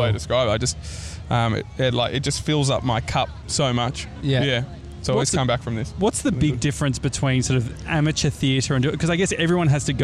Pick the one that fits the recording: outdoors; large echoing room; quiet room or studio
outdoors